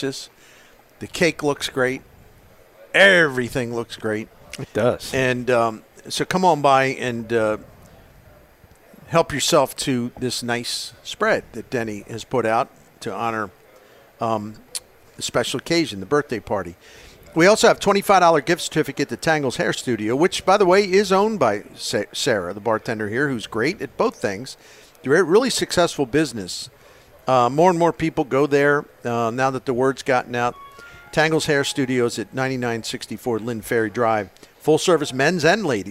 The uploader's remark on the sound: Broadcasting live from Friendly's Sports Bar and Grill at 3971 Bayless Ave. In South St.